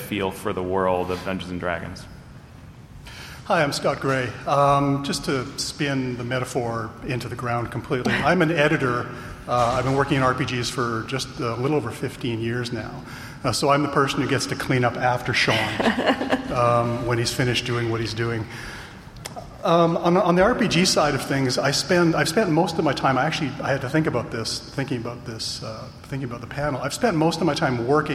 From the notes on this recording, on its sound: a panel from PAX West